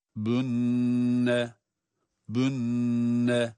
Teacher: nun şeddeli ve hunne sıfatı olduğu için tutuyoruz.